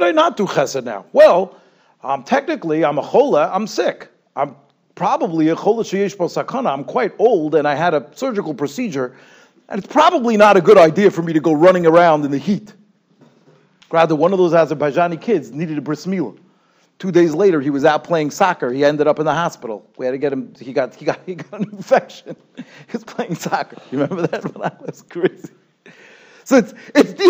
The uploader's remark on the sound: Shiur recorded in Yeshivas Ohr Reuven, Monsey, NY.